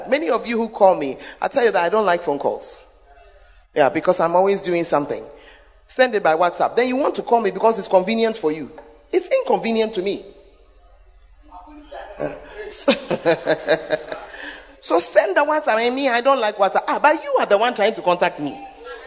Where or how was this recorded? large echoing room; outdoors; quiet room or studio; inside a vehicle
large echoing room